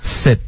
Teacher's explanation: Sit,结尾的干脆的停顿要顶舌尖